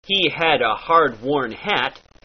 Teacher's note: pirates are a lazy lot, and we tend to drop our initial H's off of our words